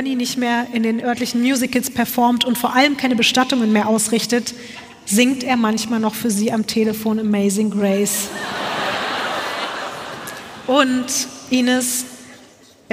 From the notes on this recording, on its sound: LIVE in Stuttgart.